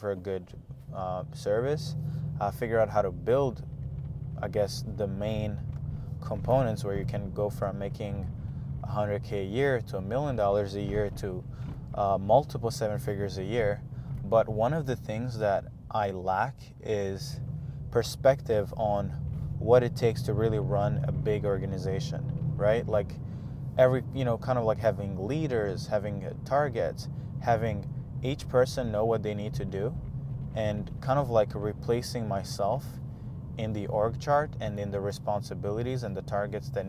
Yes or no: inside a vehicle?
yes